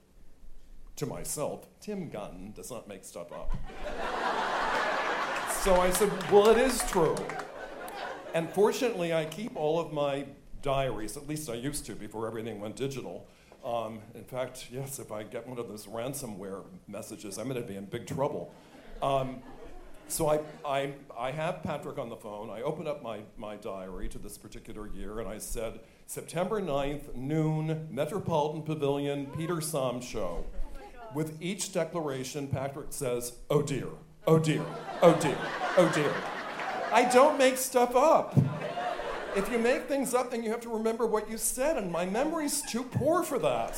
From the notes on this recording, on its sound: In the first of three episodes dedicated to this live show